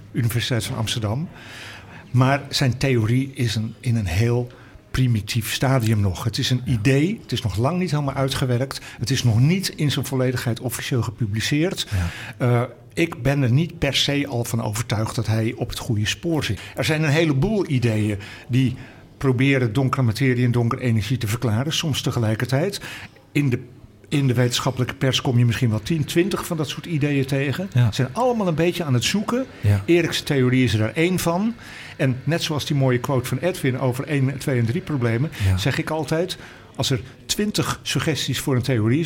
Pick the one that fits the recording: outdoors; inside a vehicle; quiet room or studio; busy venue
busy venue